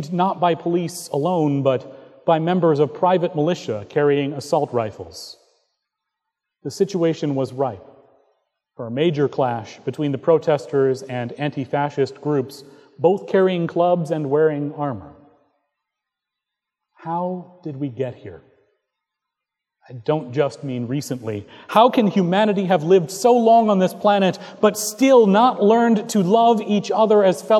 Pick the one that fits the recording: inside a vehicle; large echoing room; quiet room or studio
large echoing room